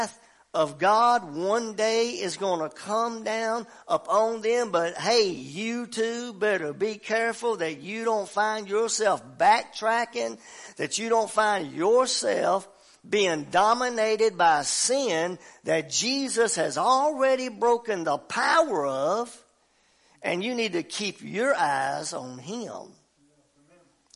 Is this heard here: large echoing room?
yes